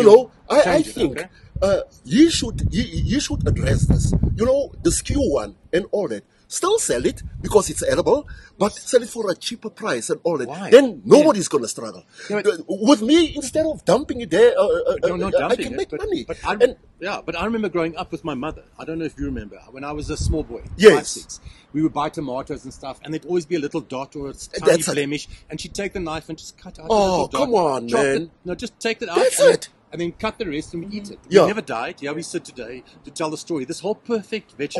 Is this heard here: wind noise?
yes